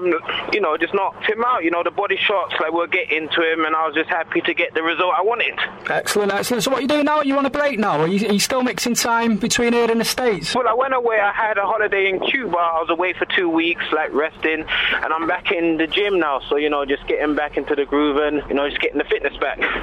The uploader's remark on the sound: In the studio. On the phone.